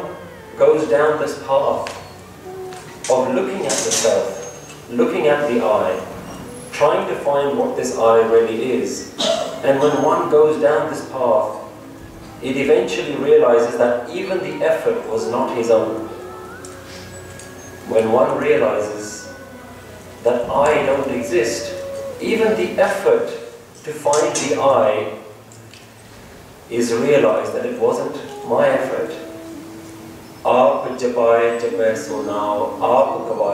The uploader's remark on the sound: English Katha (Sikh Lecture) recorded on 26th May 2013 in Central Gurdwara, London, UK.